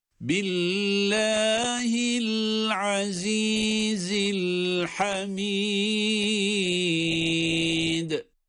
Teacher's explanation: Bu el-Hamid kelimesinde de sondaki dal harfi dururken kalkale ile duruyoruz.